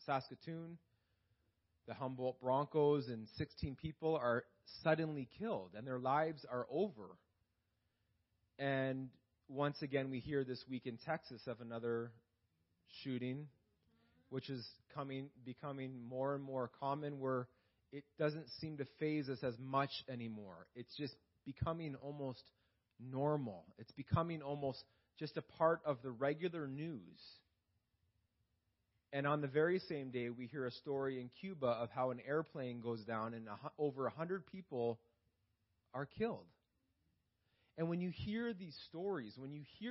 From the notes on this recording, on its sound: This message was preached in May 2018 at Freedom Life Church in Kitchener Ontario